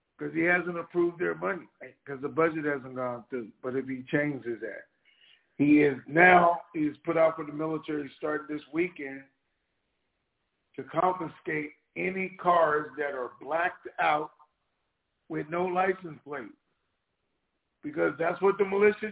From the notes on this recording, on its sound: TNTSuperfantastic Conference Call